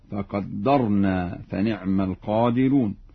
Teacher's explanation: فقدرنا فنعم القادرون، يقرأ ورش بتشديد الدال